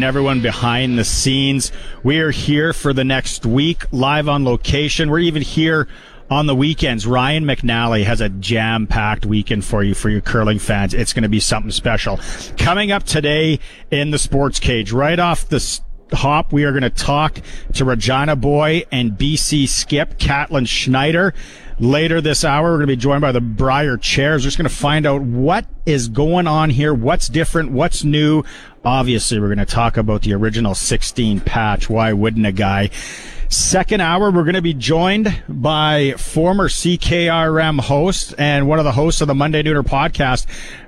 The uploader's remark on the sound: joins the show live from just outside The Patch.